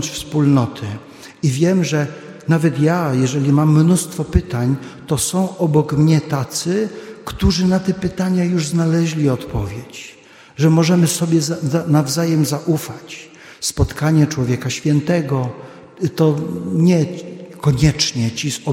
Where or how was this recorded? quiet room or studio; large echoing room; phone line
large echoing room